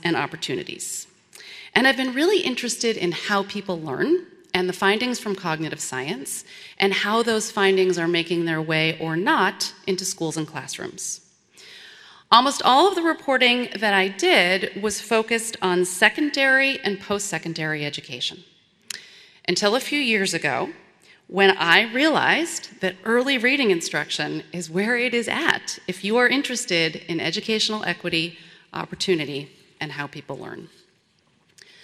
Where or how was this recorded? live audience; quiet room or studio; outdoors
live audience